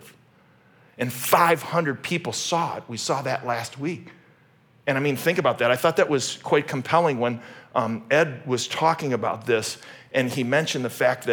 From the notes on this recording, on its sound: originally preached at Highpoint Church on Sunday, May 7, 2023